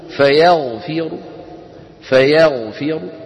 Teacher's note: عند الوصل الراء مفخمة، وعند الوقف بالروم أيضا الراء مفخمة، هكذا انظروا فيغفر فيغفر، نخفض الصوت وإيه ونفخ مرة كما ذكرت لكم.